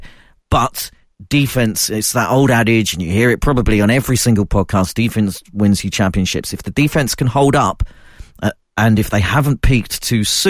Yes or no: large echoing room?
no